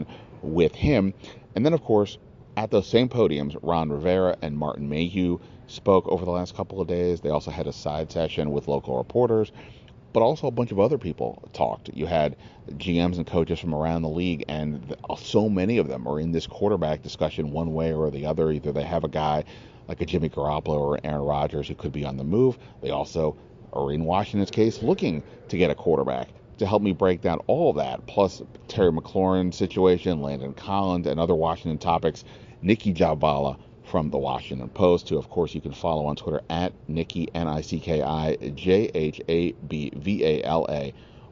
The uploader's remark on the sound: Live from the NFL Combine